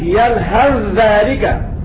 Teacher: أضغمنا التاء في الذال ونطقنا بذال مشددة